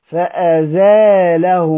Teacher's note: بيخفف اللام ويضيف ألف بعد الزاي